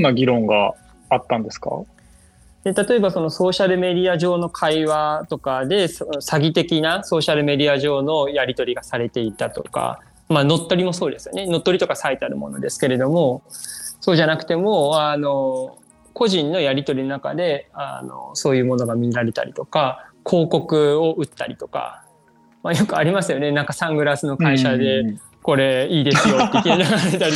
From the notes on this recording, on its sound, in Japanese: 収録はzoomを活用して遠隔で行いました。音声が聞きづらい部分がある点、ご了承ください。